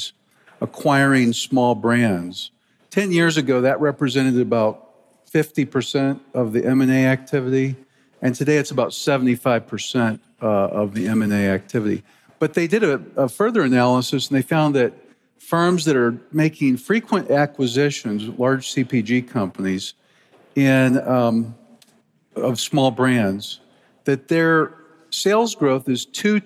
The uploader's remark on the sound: in this fireside chat at the Future of Supply Chain Conference in Northwest Arkansas